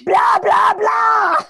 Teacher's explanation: Molossus, though, I'm loving because molossus is just three stressed syllables in a row